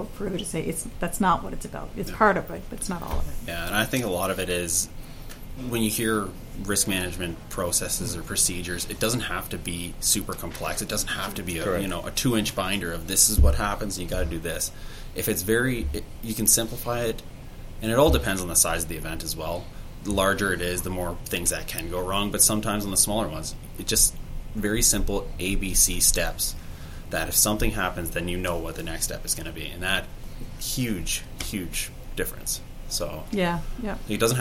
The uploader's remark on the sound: at the FEO 2018 Conference in Hamilton Ontario